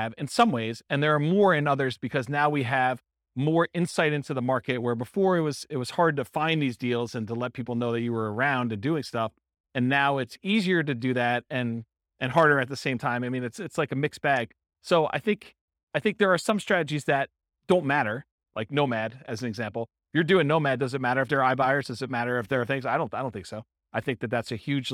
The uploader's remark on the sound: Real estate entrepreneurs in Pomona, California. This was a live class recorded.